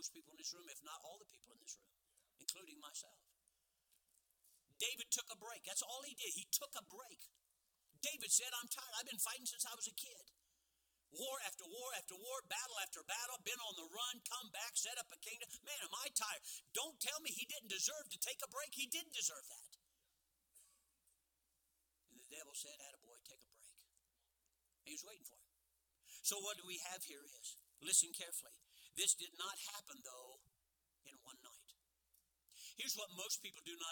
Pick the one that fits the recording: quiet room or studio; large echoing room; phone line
large echoing room